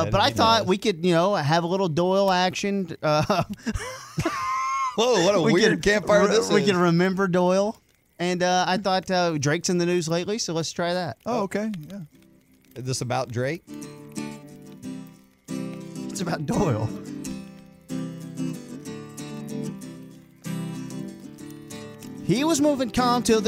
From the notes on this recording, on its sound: Went outside for another sports campfire.